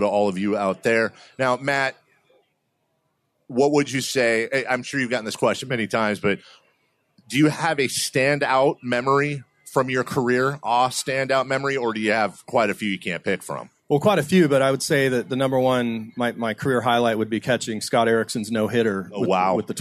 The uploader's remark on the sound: Live At Sports Fest